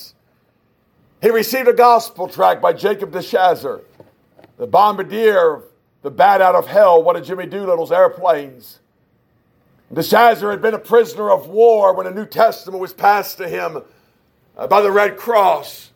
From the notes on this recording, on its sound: a message preached at Shippensburg Independent Baptist Church in July of 2021